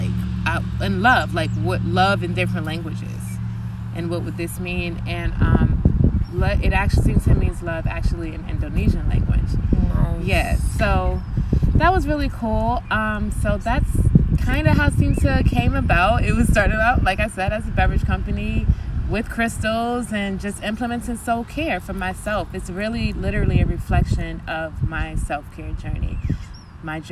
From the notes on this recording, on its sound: We recorded this outside in a park